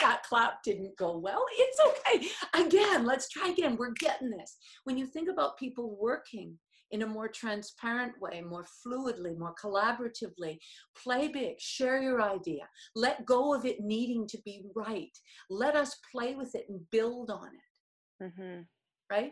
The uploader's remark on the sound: I meet on zoom